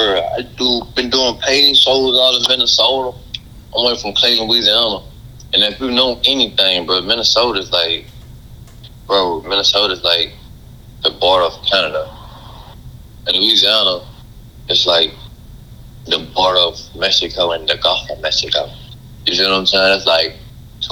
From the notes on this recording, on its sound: Today we have an over the phone interview.